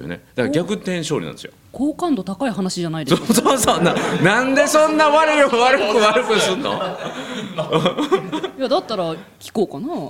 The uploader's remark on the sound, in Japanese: 公開収録